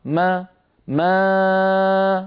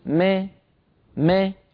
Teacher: هذا صوت ألف مائلة، ألف في علم التجويد أو القراءات نقول ألف مقللة، ألف ممالة إمالة صغرى، اشترك فيها صوت الألف وصوت الياء في آن واحد · Shown in: second take